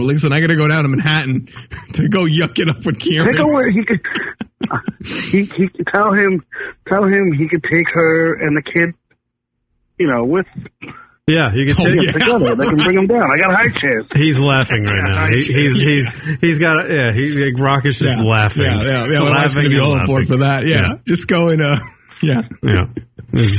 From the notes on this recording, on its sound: Owner of The Stand Comedy Club in New York City, joins us on the phone.